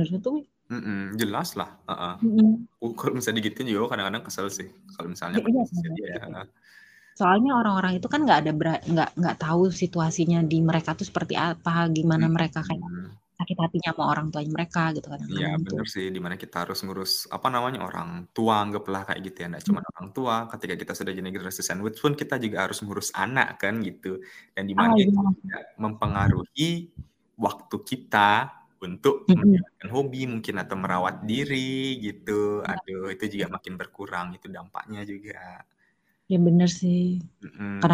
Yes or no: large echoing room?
no